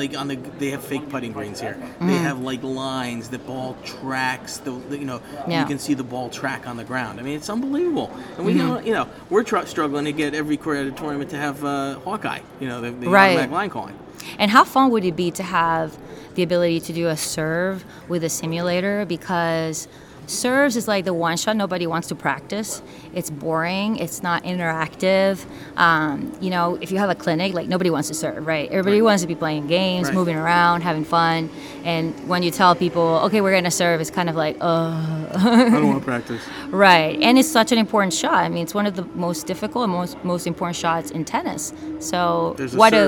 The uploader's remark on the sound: Live In Orlando At The PGA Show. Live at The PGA Merchandise Show.